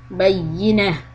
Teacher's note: If you stop, make the ta marbuta into a ha sound.